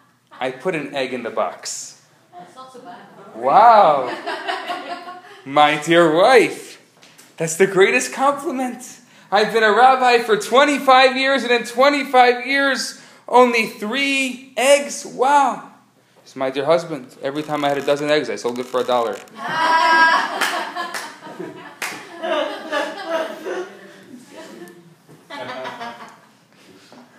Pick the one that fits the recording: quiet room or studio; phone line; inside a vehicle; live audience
live audience